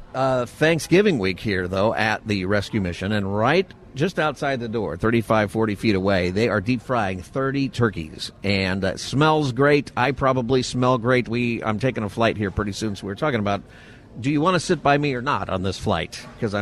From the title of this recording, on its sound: Live From Union Rescue Mission's Turkey Fry 2023 continued